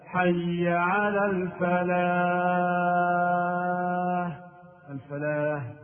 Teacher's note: بعض المؤذنين يقلب الحاء هاء في حي على الفلاح فينطقها هكذا: حي على الفلاح، الفلاح، وهذا تحريف يغير المعنى ويفسده، لأن حي على الفلاح معناها ترم إلى الصلاة لكي تفلح في الدنيا والآخرة، الصلاة طريق الفلاح والفوز والنجاة.